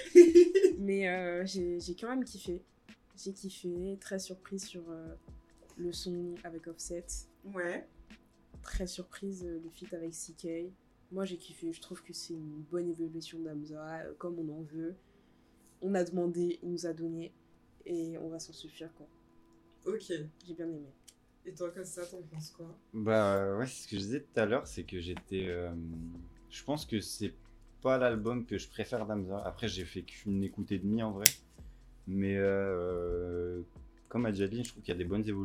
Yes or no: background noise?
yes